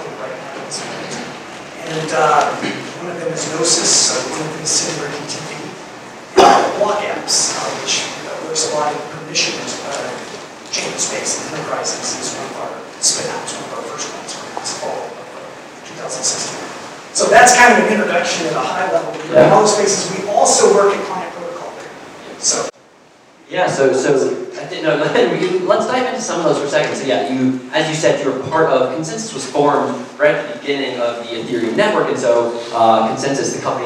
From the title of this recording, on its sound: Fireside Chat at Denver Startup Week